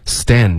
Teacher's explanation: 结尾 N 的音舌尖要顶上颚